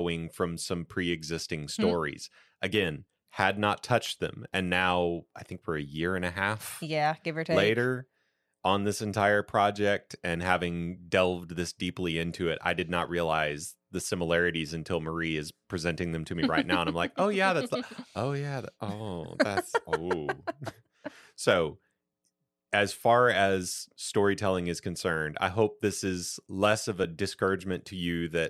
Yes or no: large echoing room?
no